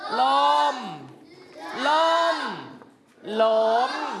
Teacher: เห็นไหมได้เสียงสามัญเสียงโทและเสียงตรี